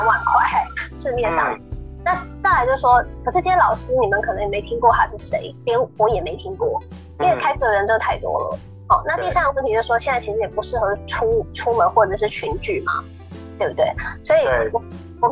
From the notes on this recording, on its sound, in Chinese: 本集節目採用遠端錄音，音質不佳請見諒